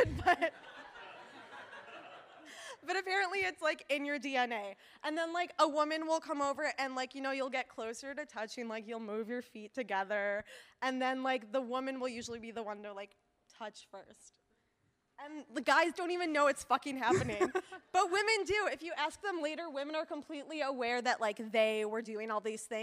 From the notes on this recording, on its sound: Recorded Live at BRIC House.